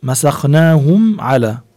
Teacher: لمسخناهم، عنا هون مد طبيعي، مسخناهم على، ميم ساكنة وبعد العين، عنا هون حكم اسمه إظهار شفوي